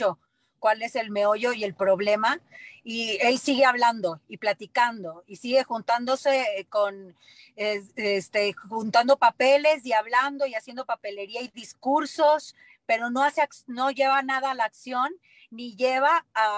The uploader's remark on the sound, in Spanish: Se transmitió vía ZOOM y Facebook Live